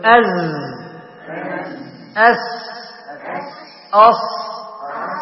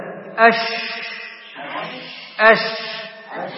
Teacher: في حرف الشين يحصل انتشار الصوت في الفم · Shown in: second take · Term: التفشي